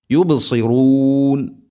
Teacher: യുബ് ബ ഇനെ കൽക്കല ചെയ്യണം, അത് കേൾക്കണം.